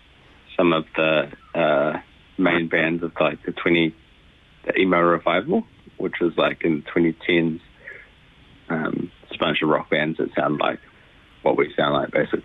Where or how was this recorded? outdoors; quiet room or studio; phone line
phone line